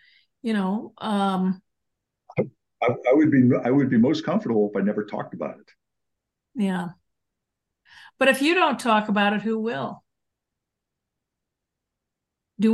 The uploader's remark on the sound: The audio is recorded on my iMac from the Zoom call, then uploaded here in Substack.